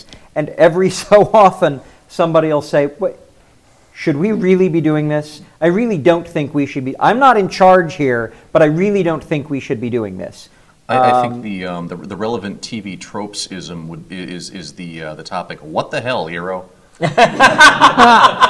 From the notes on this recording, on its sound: before a live audience at GenCon Indy